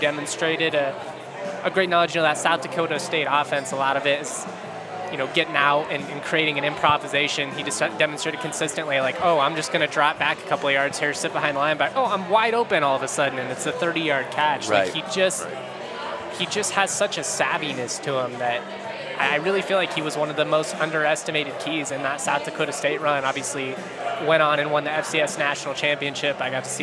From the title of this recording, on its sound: Live from Breckenridge Brewery